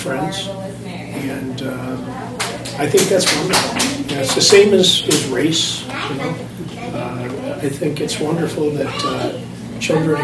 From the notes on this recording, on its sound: Podcasting live from the "Inclusive City" On The Table 2017 discussion event in Clarendon Hills, Illinois, sponsored by The Chicago Community Trust and Special Olympics Illinois.